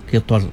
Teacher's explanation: qitr ro-nya di ujung tu tipis ya